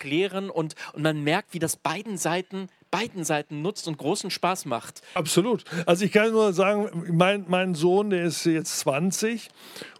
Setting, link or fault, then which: setting, busy venue